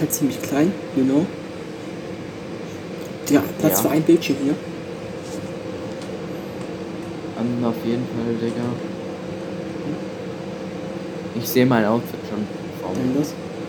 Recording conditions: poor sound quality